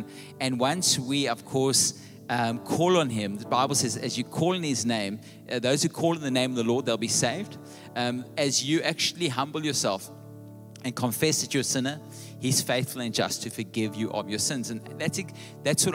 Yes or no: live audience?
yes